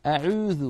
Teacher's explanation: في تركيا مثلا يقولون أعوذ، هنا يخلطون صوت الواو بصوت الياء، العيب أتى من هذا الخلط.